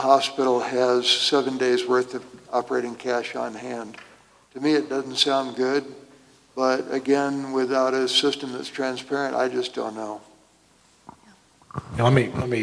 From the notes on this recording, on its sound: Here is audio from the May 8, 2022 town hall. A Gallup area community health group.